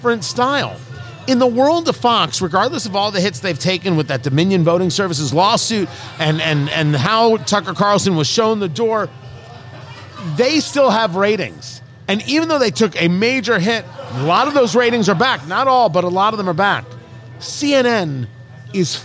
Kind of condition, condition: setting, busy venue